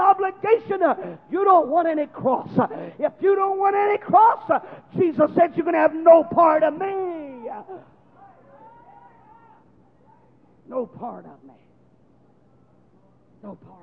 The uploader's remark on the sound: Preaches a conference in Baton Rouge, LA.